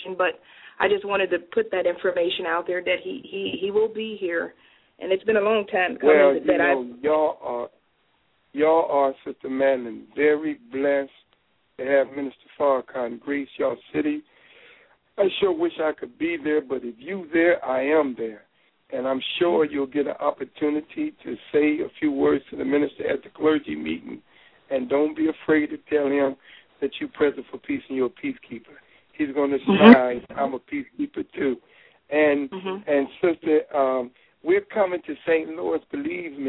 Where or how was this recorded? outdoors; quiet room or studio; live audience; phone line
phone line